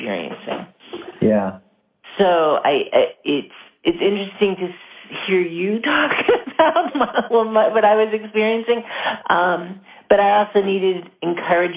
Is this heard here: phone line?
yes